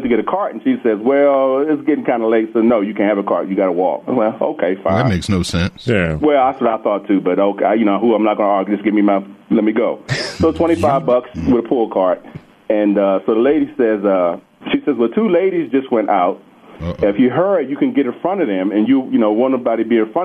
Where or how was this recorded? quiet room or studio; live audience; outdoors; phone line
phone line